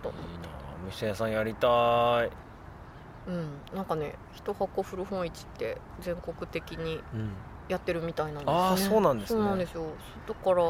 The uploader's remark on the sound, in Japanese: 今回も、すっかりお気に入りになった明治神宮の芝生で、のびのびと収録しました。天気は晴れ。